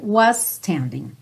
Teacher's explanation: Não precisa se preocupar em falar dois S diferentes. Vai direto.